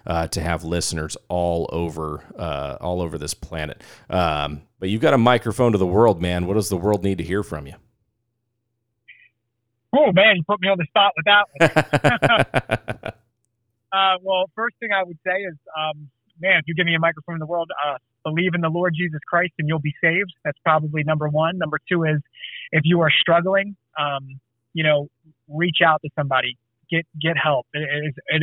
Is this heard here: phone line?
yes